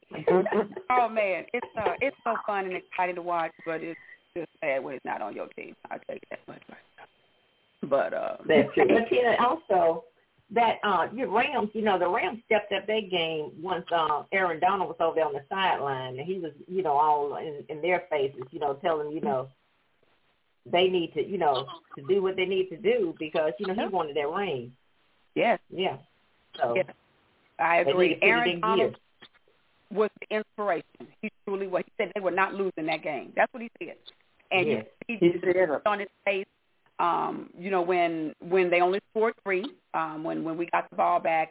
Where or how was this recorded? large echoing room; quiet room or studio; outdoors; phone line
phone line